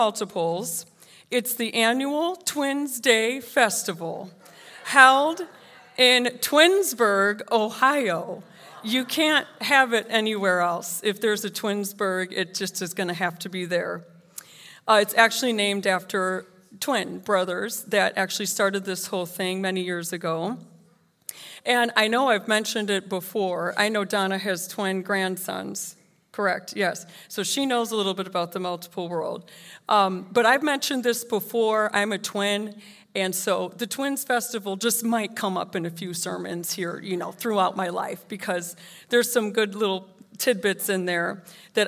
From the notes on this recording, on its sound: This sermon was recorded live. At Newark United Pentecostal Church.